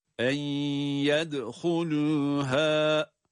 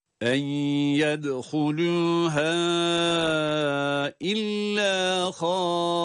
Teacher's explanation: Bir elif miktarı uzatarak durdum çünkü burada normalde ha'da bir elif miktarı uzatma var. · Shown in: first take